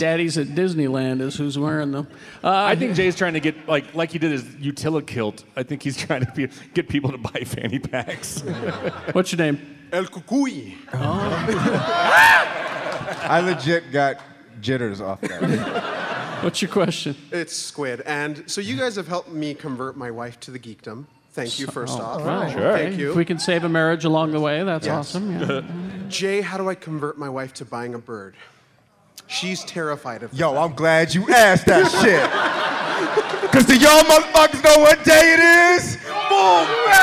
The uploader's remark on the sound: LIVE from Salt Lake Comic Con. Our panel recorded LIVE in its entirety, your questions.